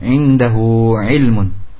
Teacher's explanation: Ya, mad silah qasirah. Mad silah yang pendek, yang dibaca dua harokat.